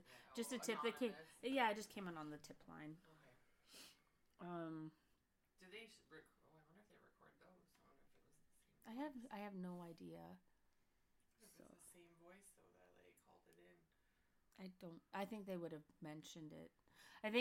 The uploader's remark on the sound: The audio was not the greatest on this episode. Moved into the new podcast studio, so its a work in progress.